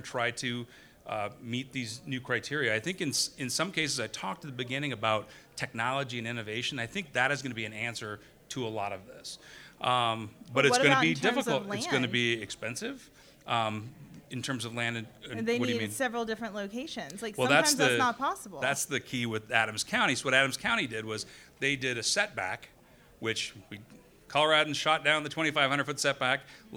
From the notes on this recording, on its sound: OUR VERY FIRST LIVE HAPPY HOUR